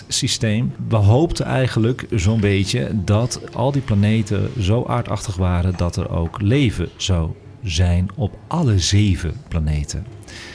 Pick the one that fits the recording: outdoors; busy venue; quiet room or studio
busy venue